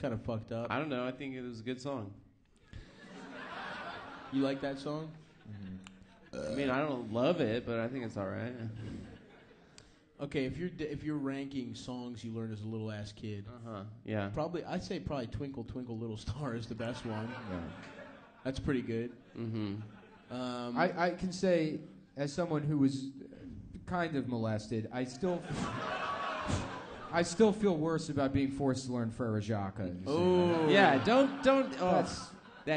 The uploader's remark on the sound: Brisbane (Live Show)